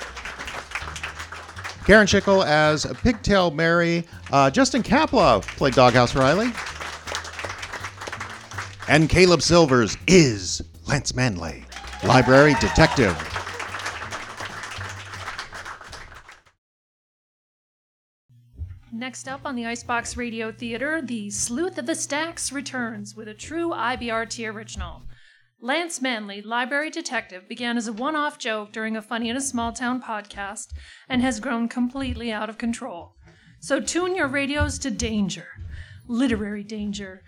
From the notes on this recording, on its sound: Recorded before a live audience at the Salty Jester, Int’l Falls, Minnesota.